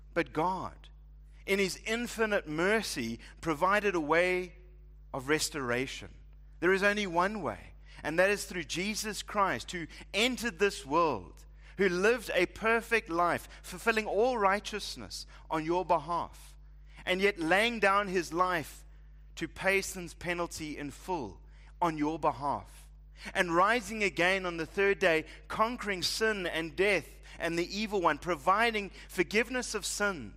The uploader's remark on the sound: Preached at Living Stone Bible Church.